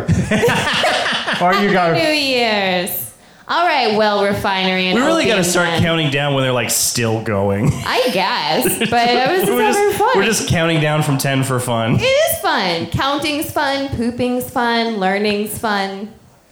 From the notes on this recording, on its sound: Recorded live at Kelly's Olympian!